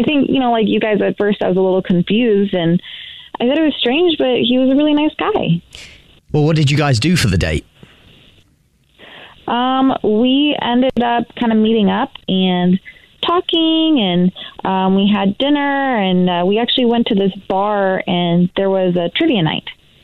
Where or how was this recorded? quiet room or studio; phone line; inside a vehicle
phone line